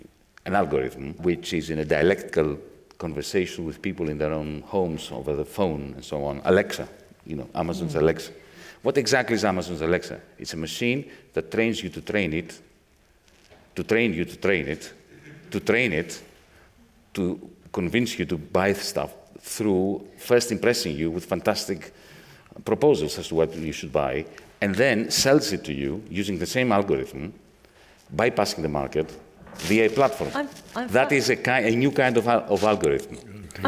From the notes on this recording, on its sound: This episode brings you part one of our live event, System Error: Should We Fix Capitalism or Abandon It?